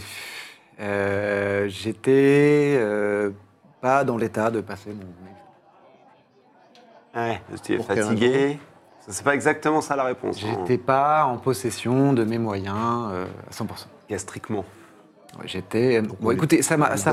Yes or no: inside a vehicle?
no